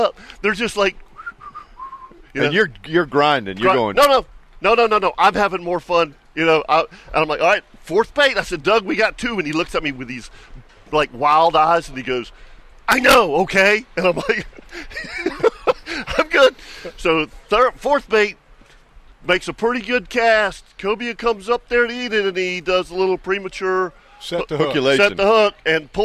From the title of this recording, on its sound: LIVE from Tire Outlet